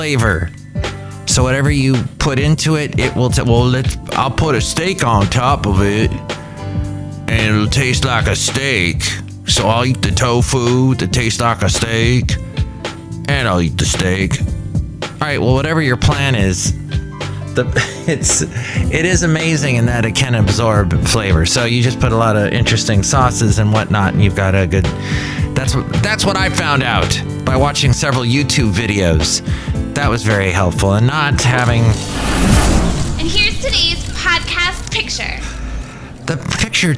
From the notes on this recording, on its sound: Podcasts live from Cafe Anyway.